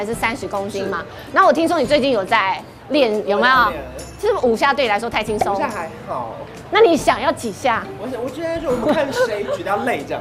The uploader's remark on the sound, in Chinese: 我來到活動現場。UA武裝擂台賽 誰敢來挑戰》。